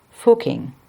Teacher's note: it is pronounced with a closed U, as in put